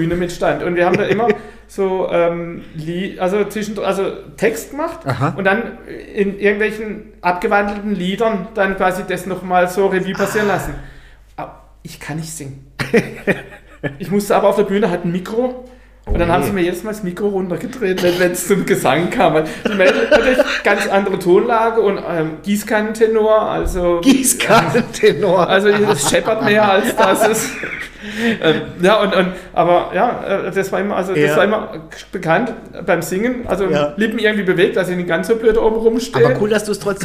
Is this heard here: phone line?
no